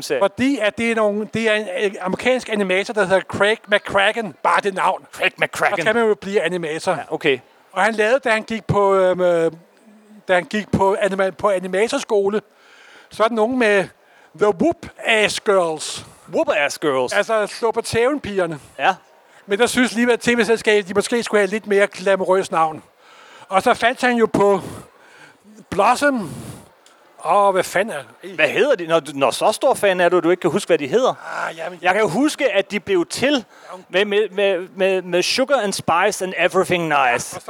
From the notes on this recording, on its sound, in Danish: Live fra Copenhagen Comics 2023.